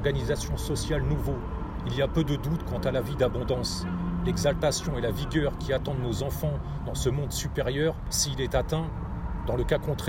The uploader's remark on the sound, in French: Podcast enregistré en extérieur